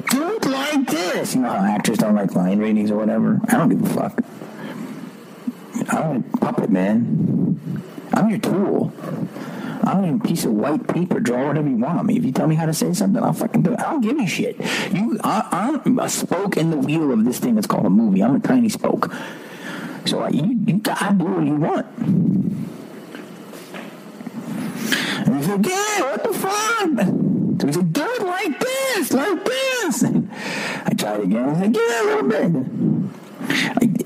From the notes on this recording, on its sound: This podcast has poor sound quality. In the heart of theSouth African desert while recording this episode.